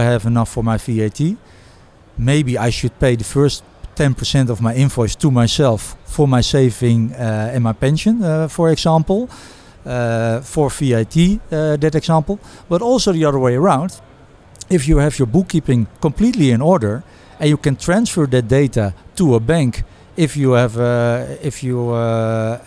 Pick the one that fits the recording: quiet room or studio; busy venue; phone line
busy venue